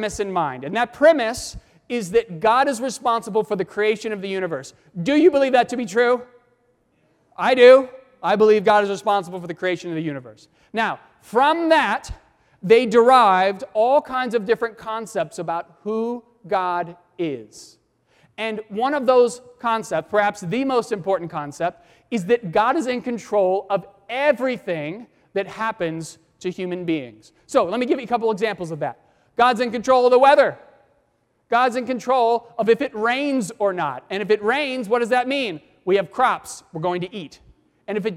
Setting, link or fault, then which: setting, large echoing room